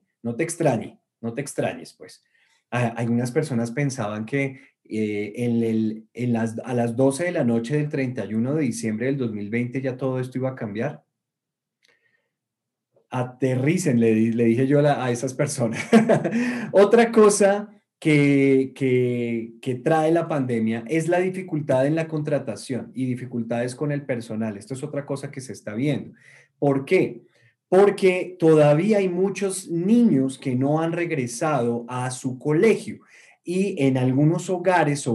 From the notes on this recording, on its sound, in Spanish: Una charla privada que tuvimos el día de hoy con nuestros clientes del programa de Coaching Premium. Es un audio extraído de Zoom y por eso la calidad no es la acostumbrada.